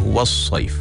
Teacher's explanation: Kalau huruf waw itu adalah huruf yang nipis, bermakna kita kena membaca dengan nipis dan sod itu bacanya tebal. Kalau tidak dijaga, maka kita akan menjadikan waw tu tebal sebab kita nak standby kepada huruf yang setelahnya.